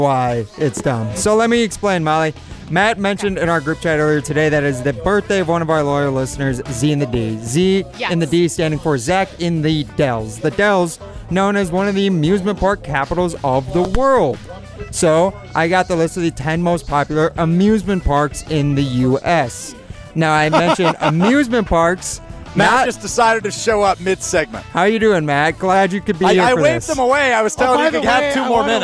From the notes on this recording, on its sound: Live from the Pleasant View Golf Course for the Short Game Golf Outing in partnership with Community Around the Children's Hospital.